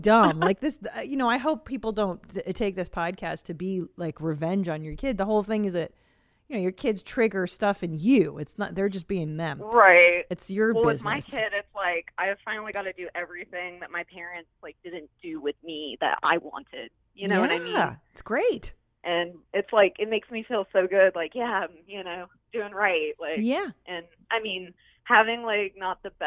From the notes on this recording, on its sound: Has a few guests via phone.